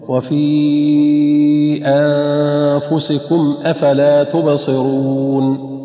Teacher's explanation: فترقق الهمزة الواقع بعد المد